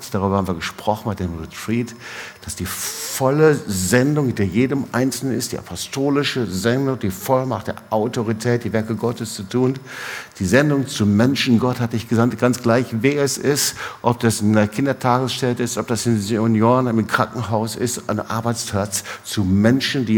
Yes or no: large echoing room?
yes